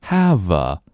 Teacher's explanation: 如果大家可以做到连读的话把 have 和 a, v 连读